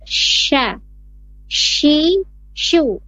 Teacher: makhrajnya atau tempat keluarnya dari tengah-tengah lidah, menempel ke langit-langit atas · Term: huruf shin